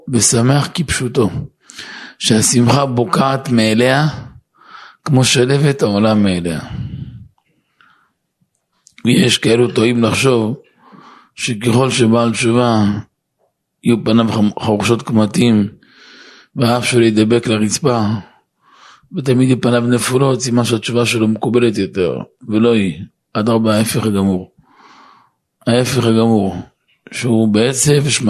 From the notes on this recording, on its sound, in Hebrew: השיעור הוקלט ביום שני, ד' באלול ה'תשפ"ג, שבוע פרשת כי תצא, בבית הכנסת "היכל נפתלי", רח' ברוריה 6 אשדוד.